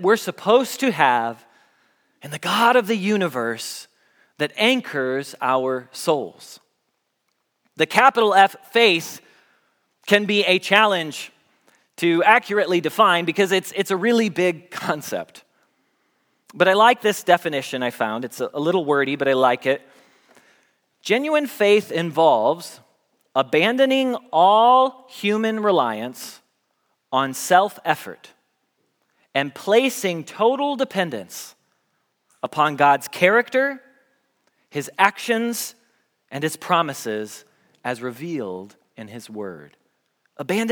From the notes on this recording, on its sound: Message Preached at Valley Creek Church